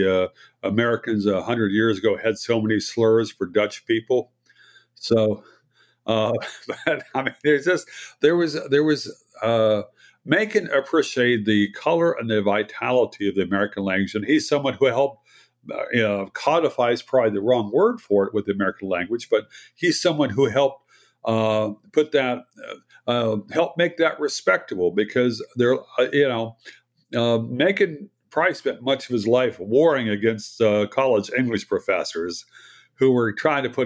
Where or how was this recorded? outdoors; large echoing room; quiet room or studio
quiet room or studio